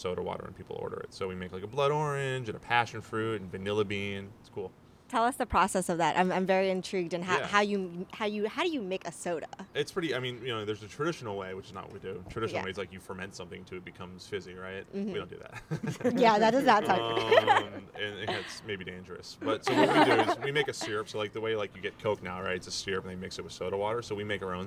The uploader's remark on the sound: This interview took place outside. On the patio.